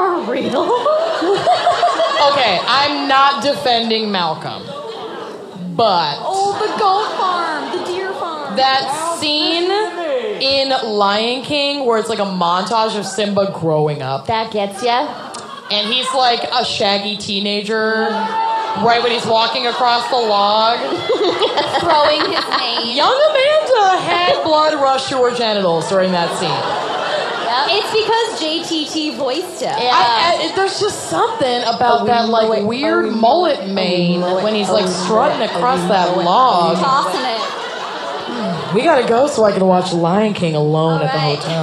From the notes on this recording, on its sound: Orlando LIVE. Broadcast from their live show in Orlando.